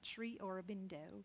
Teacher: I like saying it with a southern accent, Sri Aurobindo. put a little diphthong on that O